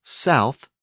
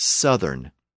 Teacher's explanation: Notice that it's not south and southern, it's southern. The ow sound in south is a diphthong, so it tends to be pronounced long. But southern has a short vowel